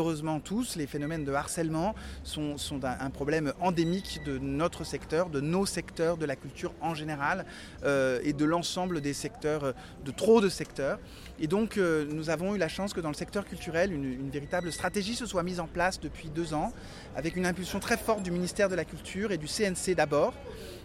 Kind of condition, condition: setting, busy venue